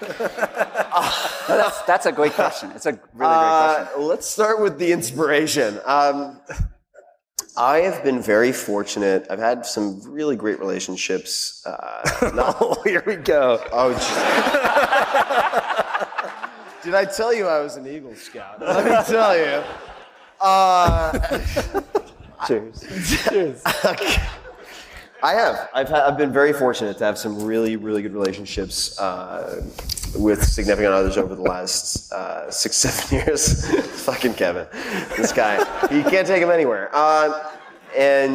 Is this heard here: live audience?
yes